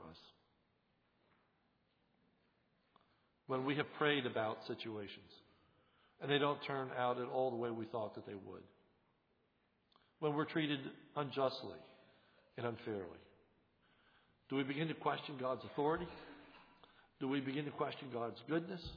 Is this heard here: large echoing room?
yes